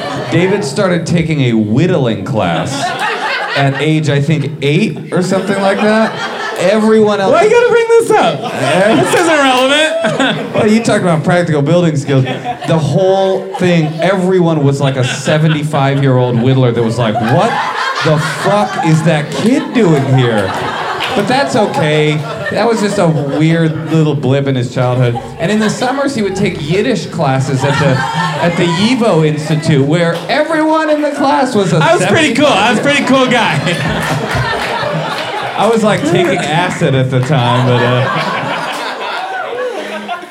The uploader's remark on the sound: Recorded live at IKAR in Los Angeles.